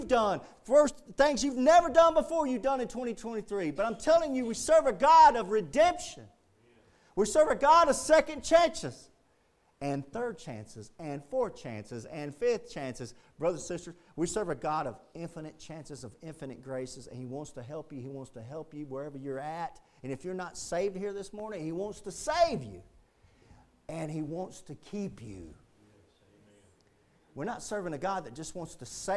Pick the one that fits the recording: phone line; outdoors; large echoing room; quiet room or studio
large echoing room